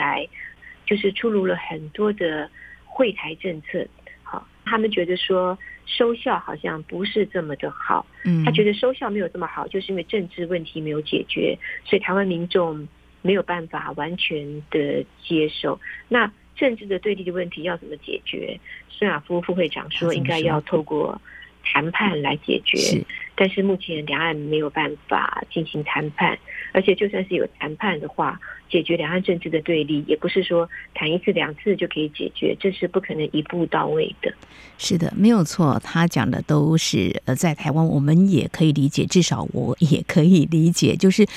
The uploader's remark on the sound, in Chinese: 連線訪問中央社駐北京記者